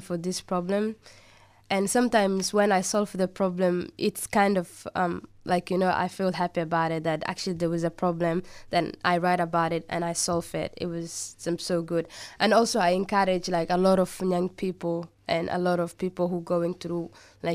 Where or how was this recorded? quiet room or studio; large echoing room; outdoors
quiet room or studio